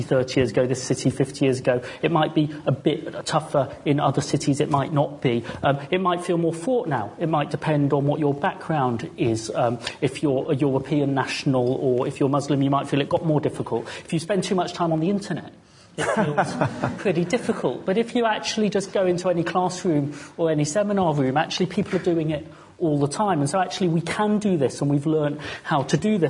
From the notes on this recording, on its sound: LSE Festival 2019. This interactive public event comprises a panel-based discussion, with representatives from different influential spheres in society who are shaping discourse on British identity, combined with direct audience engagement.